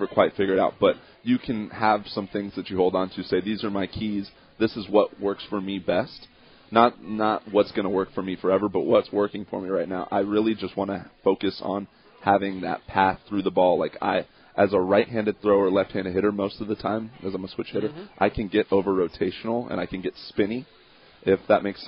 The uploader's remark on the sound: LIVE from PiratesFest Friday night at PNC Park